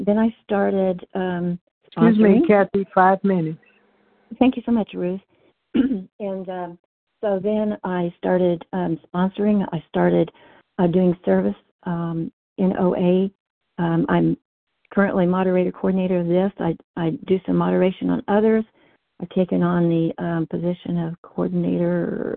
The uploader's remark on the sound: 100 Pounders Phone Meeting